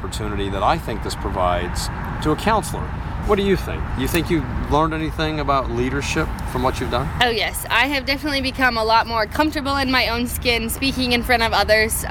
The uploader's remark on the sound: Live from the SAME/U.S. Army Engineering & Construction Camp in Vicksburg, Miss.